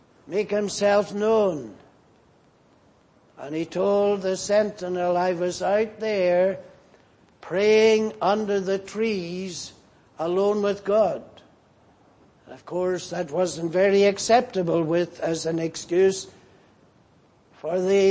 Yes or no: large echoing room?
yes